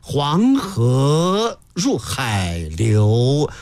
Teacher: 那么河也很长啊，我们要把河拖长，这说明什么呢？说明我们这个吟诵不仅有艺术性，而且有科学性。汉语四声它在定调的时候，河本身它是个动态的，所以它是二声，而且是这种动态二声阳平音，它就有了动态的这种指向性，往前呀，河流明，是不是都有指向性？创造这个制字的时候，是不是感觉就已经就是把它这个动向已经都考虑进去了？四声有意义啊，所以河流都要读长。我说